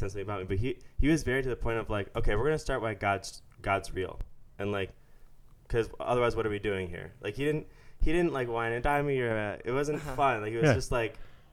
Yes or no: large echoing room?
no